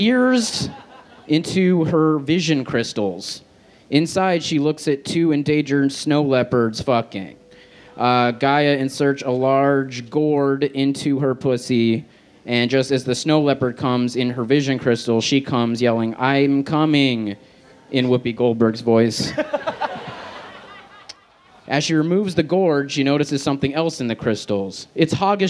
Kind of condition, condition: setting, busy venue